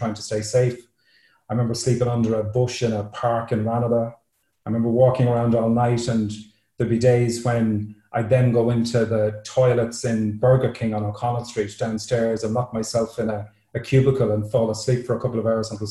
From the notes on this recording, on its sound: These stories were originally told at an online Zoom event.